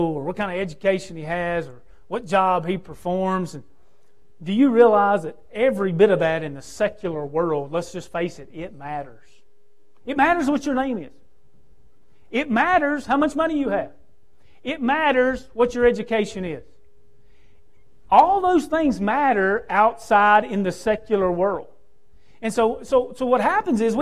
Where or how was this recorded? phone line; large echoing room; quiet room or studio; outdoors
large echoing room